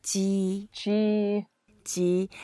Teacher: So it's a first tone, so just make it flat and you can make it slightly longer.